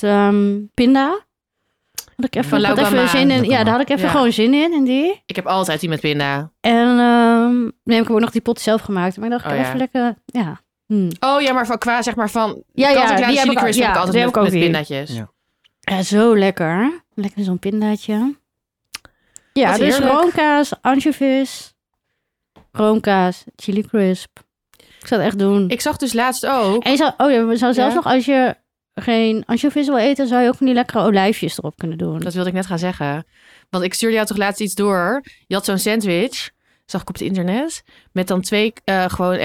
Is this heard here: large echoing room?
no